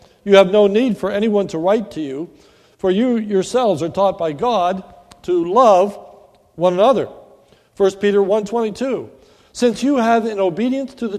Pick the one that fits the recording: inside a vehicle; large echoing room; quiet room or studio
large echoing room